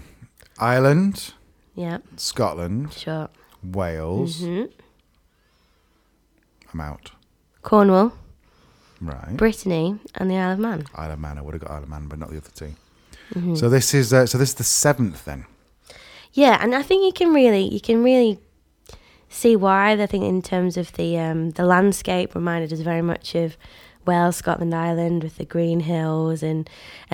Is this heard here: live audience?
no